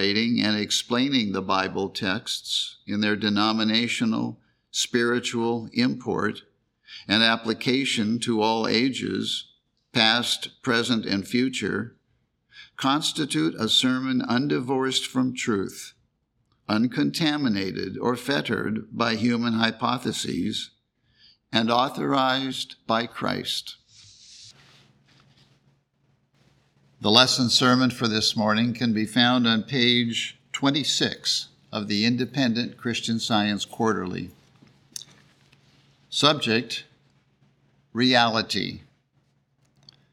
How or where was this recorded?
large echoing room